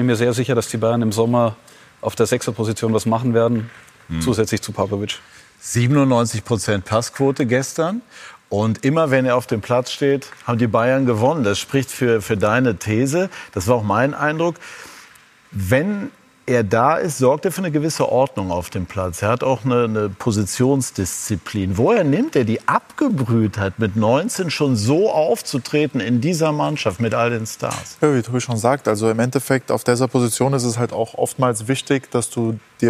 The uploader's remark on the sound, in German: Sky-Kommentator - live zugeschaltet zu den Fan-Protesten.